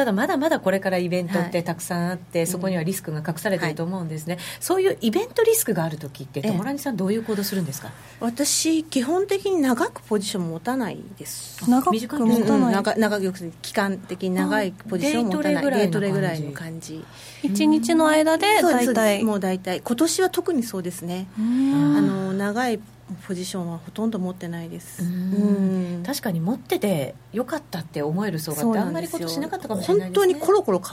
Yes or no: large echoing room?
no